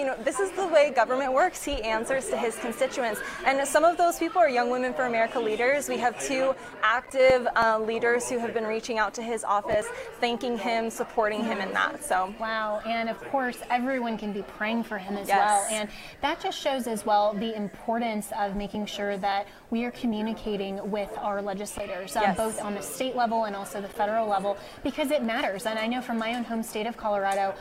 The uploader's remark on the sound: live at the Turning Point USA Young Women's Leadership Summit in Dallas